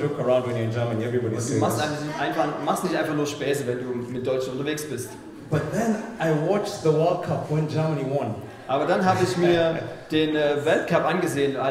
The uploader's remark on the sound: In this message preached at Mavuno Berlin